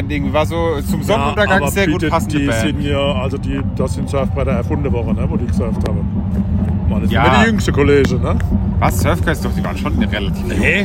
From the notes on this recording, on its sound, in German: Maifeld Derby 2023. Wir nehmen euch mit aufs Festivalgelände.